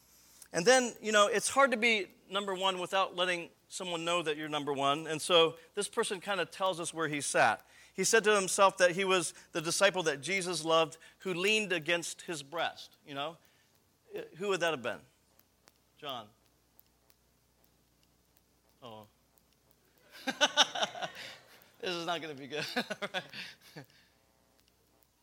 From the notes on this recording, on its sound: This episode is the audio from the Friday evening session of the 2012 Missional Learning Commons